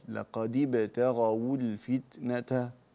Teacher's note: تخلص من التقاء الساكنين بضم الواو اللينية وقلقل الدال